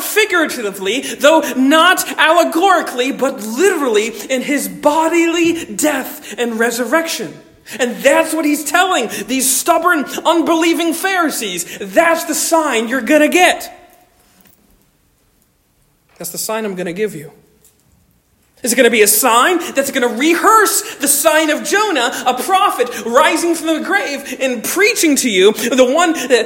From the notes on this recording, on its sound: Stonington Baptist Church, Paxinos, PA.